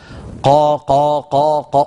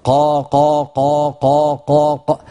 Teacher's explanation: منتشر في بعض من يقرأ تقديم حرف القاف إلى الأمام قليلا باتجاه مخرج الكاف، هذا تغيير مكان المخرج، أمر خطير. · Term: مخرج القاف